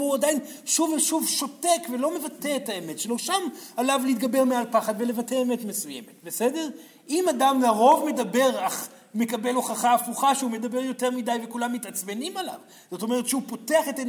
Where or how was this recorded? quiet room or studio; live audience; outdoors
live audience